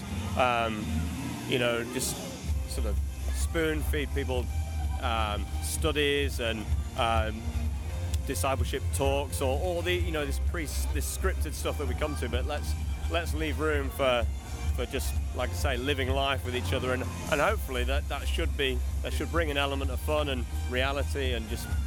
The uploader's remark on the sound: LIVE from CreationFest 2015